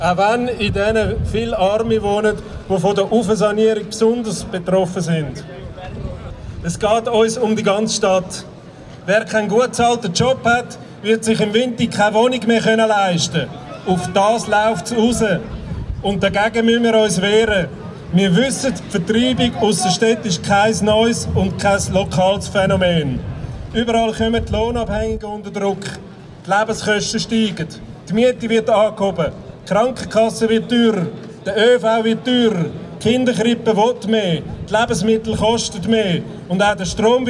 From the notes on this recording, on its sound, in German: auf dem Archplatz und berichteten live vom 10 Jahre StandortFUCKtor Jubiläum